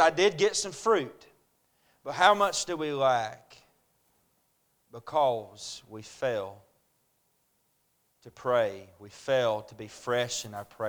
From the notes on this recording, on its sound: A message preached at Crossroads Baptist Church.